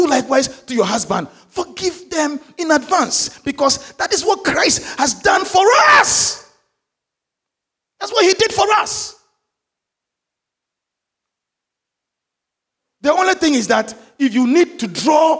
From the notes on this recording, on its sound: Sermon preached at CBC Shiashie Campus